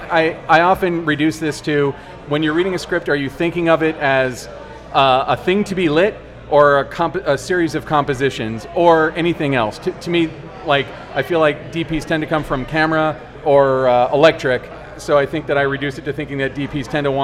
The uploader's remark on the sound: LIVE at Hot Rod Cameras “Cine Beer” Summer Bash! In our first ever LIVE podcast.